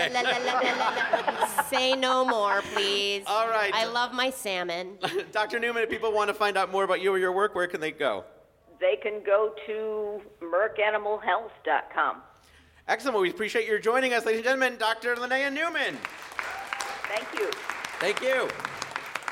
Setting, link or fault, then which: setting, busy venue